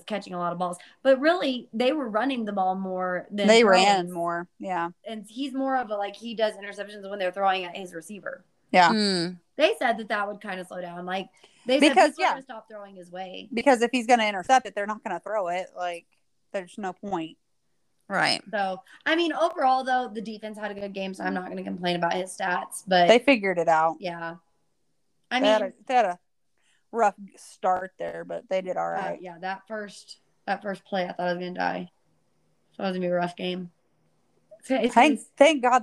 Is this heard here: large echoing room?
no